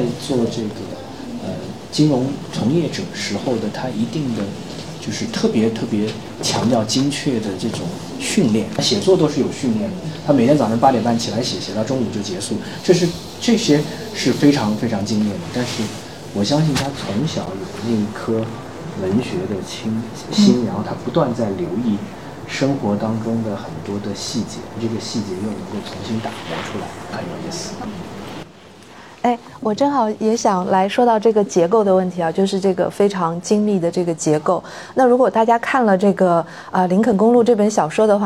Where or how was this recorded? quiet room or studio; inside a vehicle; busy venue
busy venue